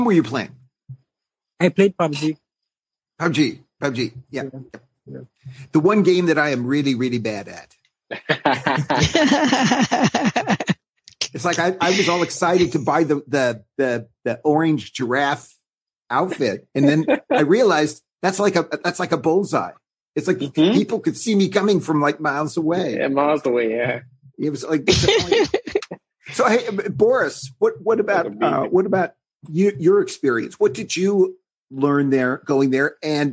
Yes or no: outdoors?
no